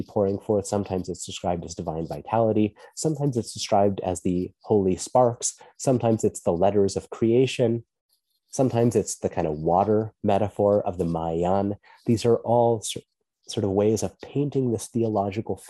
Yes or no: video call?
yes